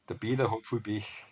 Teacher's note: Die harten Konsonanten wie P, T und K, die werden abgeschwächt, also weicher ausgesprochen.